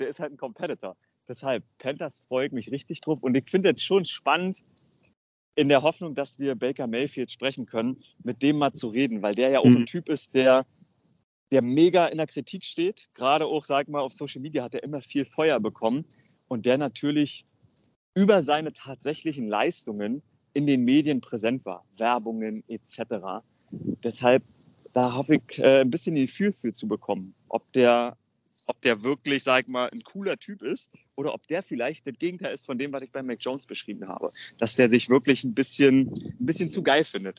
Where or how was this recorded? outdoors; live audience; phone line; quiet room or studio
outdoors